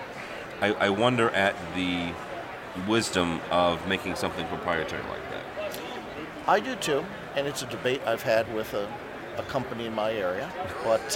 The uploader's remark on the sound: We are live at InfoComm 2012.